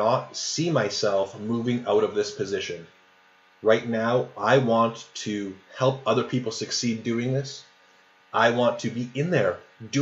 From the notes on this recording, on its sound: Sorry for the awful sound in this episode!